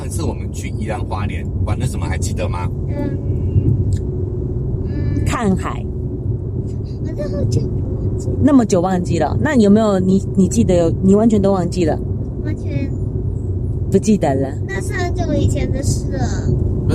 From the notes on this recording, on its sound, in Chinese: 音質預警。本集在車上錄音、底躁較為明顯。